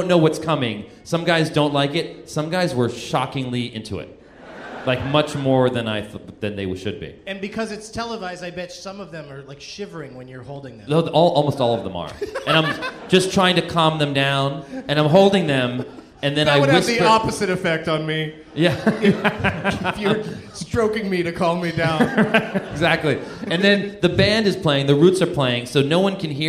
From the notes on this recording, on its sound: Live from the Baltimore Comedy Factory